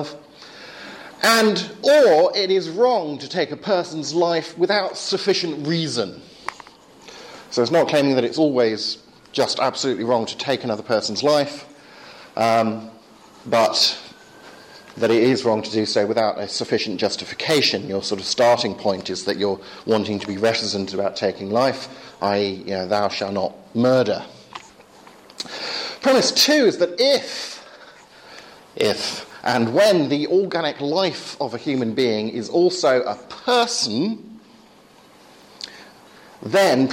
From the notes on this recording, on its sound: Talk from the first 2012 Reasonable Faith course at Highfield Church, Southampton.